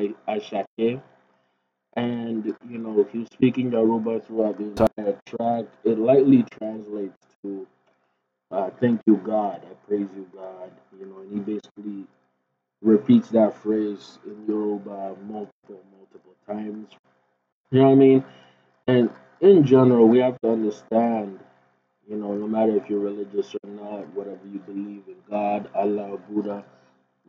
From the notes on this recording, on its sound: Apologies for the trash audio, we had a mic issue.